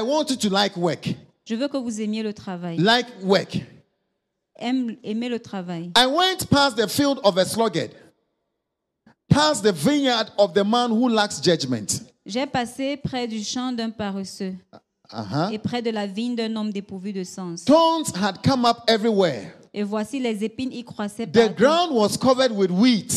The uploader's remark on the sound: Preached during Joyful Hour Sunday Service Rabat